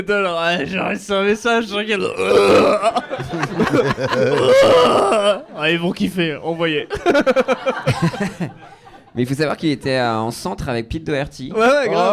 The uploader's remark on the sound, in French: Le tout enregistré en public au Charlie et sa bière à deux balles.